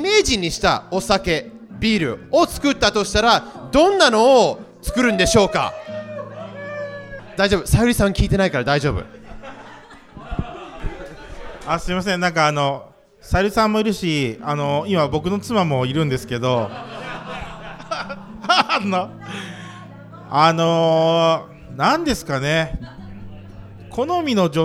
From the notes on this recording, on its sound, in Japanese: スピンオフ企画：沼津フィッシュマーケット・タップルーム22周年祭。公開収録致しました。今回は対談後の質問会になります。今回は、ぬまずっきゅーん初の公開収録となりました。